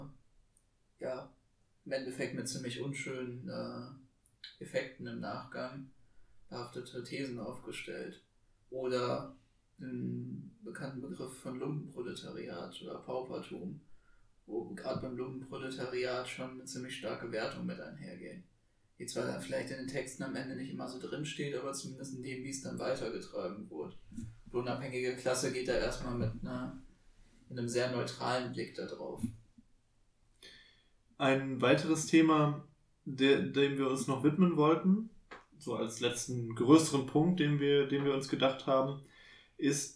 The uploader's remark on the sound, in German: Ab der nächsten Folge wird die Audio Qualität auch nochmal etwas besser, versprochen!